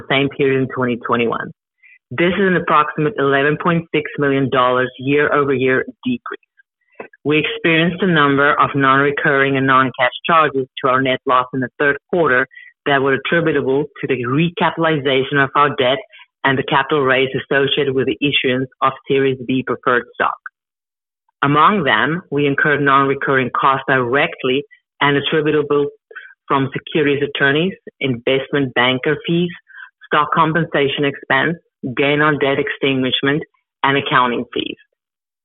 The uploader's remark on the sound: Progressive Care Shareholder Conference Call